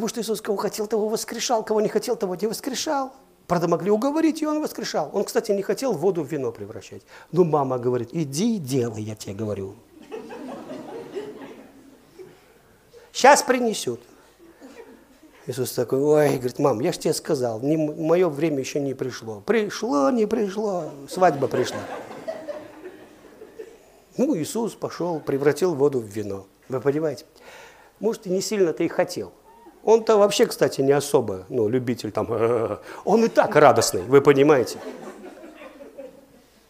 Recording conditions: large echoing room